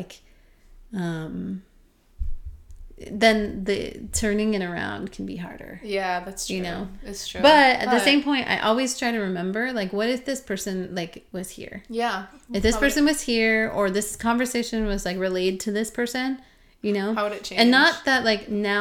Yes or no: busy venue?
no